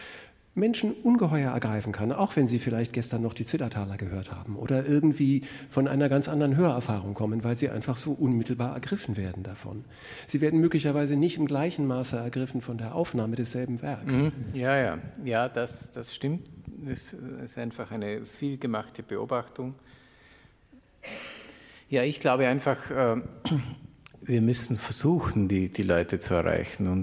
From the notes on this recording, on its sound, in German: im Rahmen eines Konzerts live vor Publikum aufgezeichnet